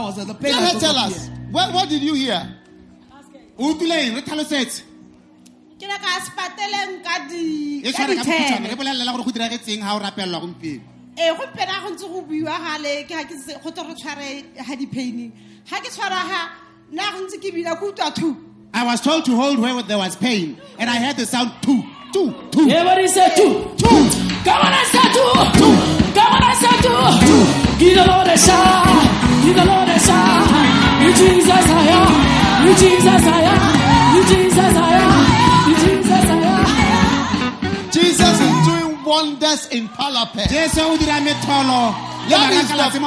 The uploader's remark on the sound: Preached at a Healing Jesus Campaign in Palapye, Botswana